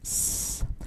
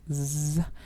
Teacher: A quick kind of test is to put your hand like on your throat right there on your vocal cords, and if you pronounce the S as in snake, like S, and the Z as in zebra, like Z, you can feel that the S is voiceless and the Z is voiced because the Z has that vibration